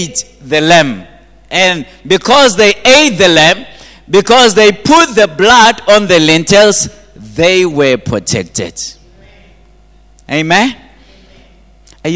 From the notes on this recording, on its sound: at GTCFC City Campus in the morning service.